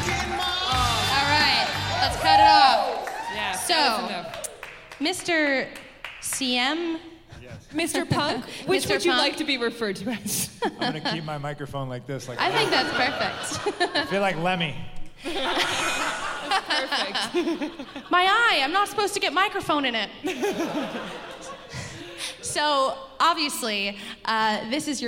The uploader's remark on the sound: Live in Chicago. You're going to lose it when you hear this live episode.